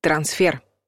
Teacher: По нормам русского языка ударение падает на последний слог — трансфер.